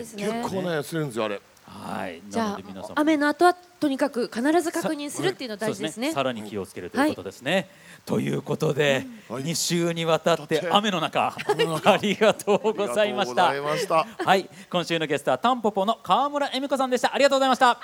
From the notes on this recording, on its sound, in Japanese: 公開収録の模様をオンエア。ゴールデンウイークに東京・豊洲で行った公開録音の模様をお送りしました。